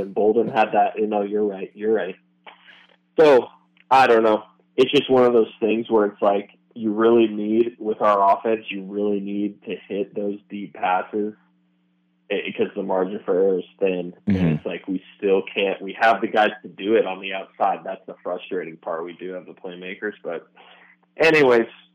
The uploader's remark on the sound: Arizona Postgame Call-In Show